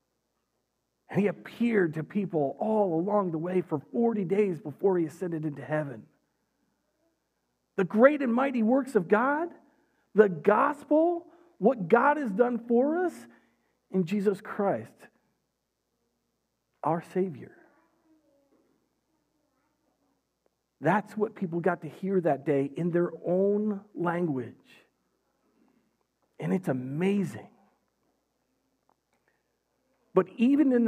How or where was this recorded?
large echoing room